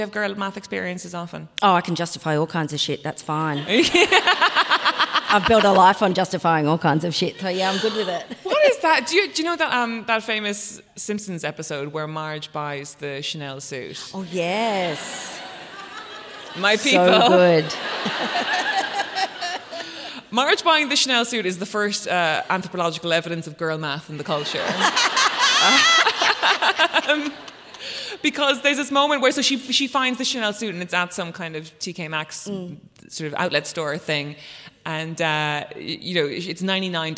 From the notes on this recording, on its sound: At the Wheeler Centre Melbourne. On-stage at the Wheeler Centre's Spring Fling for a Sentimental live show.